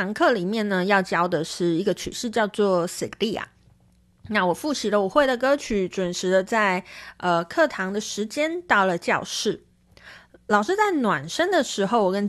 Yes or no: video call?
no